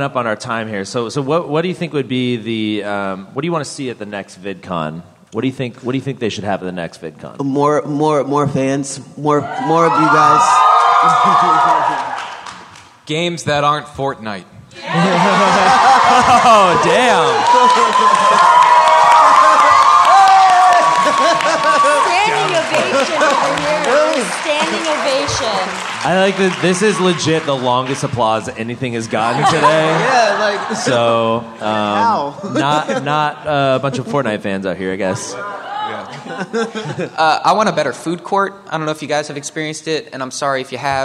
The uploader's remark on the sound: This live SmoshCast was recorded at VidCon 2019.